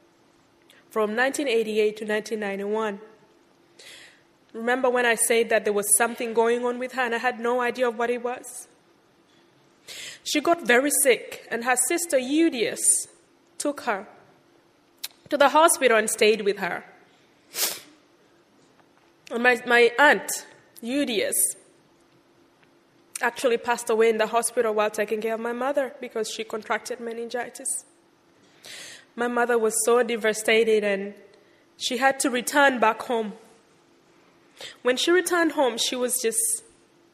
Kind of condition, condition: setting, large echoing room